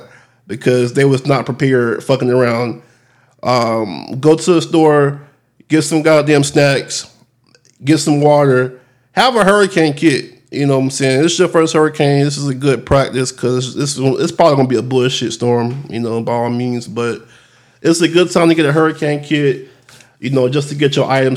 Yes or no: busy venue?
no